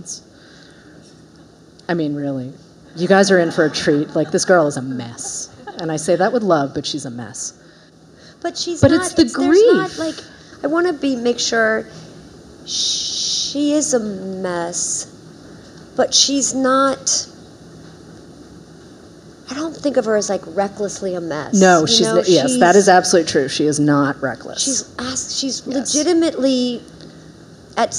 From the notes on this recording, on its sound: join us live at Barnes & Noble Union Square